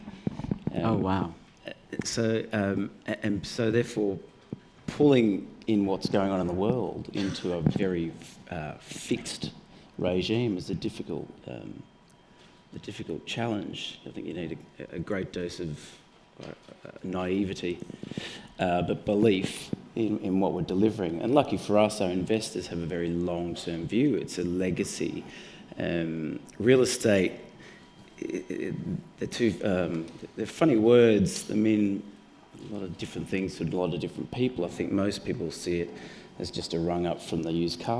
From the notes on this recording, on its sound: A panel of retail space experts gathered on stage at #BoFVOICES in December 2016.